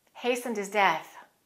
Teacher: And let's eliminate the H of his and say hastened his.